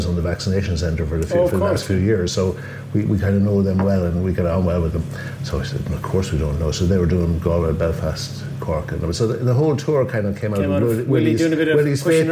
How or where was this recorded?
busy venue